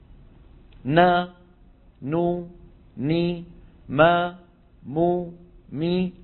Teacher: وتكون الغنة أنقص ما تكون، يعني أقصر ما تكون في النون والميم المتحركتين